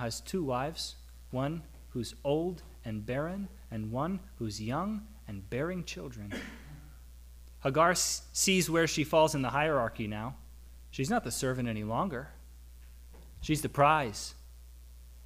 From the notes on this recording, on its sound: Audio from our service on September 11, 2022